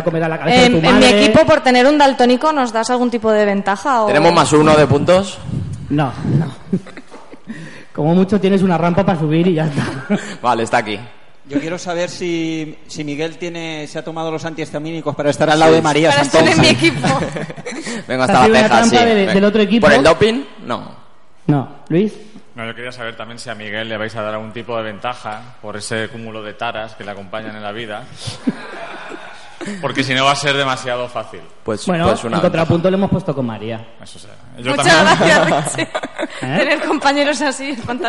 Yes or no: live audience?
yes